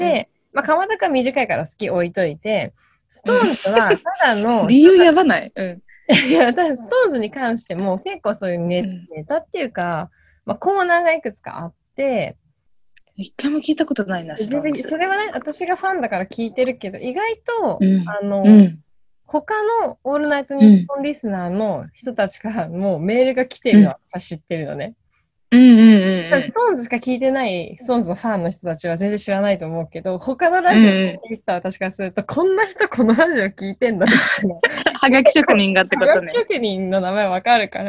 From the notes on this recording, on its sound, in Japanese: 東京と新潟でzoomにて収録